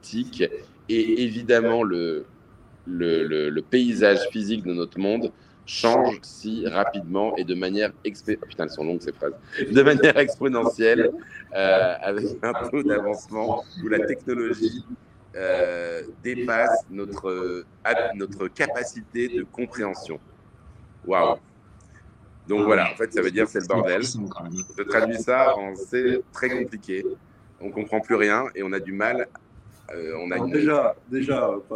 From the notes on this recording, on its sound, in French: Aujourd'hui nous étions en vidéo et en live de la NFT Factory. 137 rue Saint Martin.